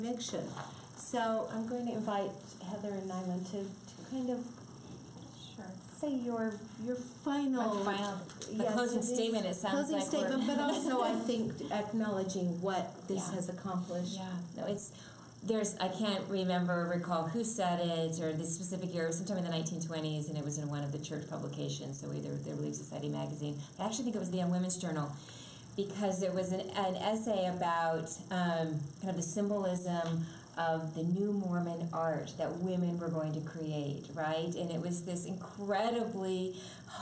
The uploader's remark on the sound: It was recorded in front of a live audience